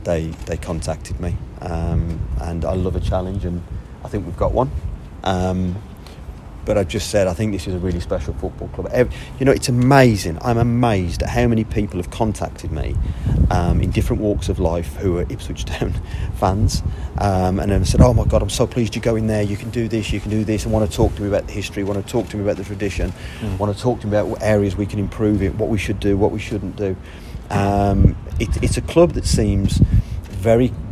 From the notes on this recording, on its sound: Full audio of the first press conference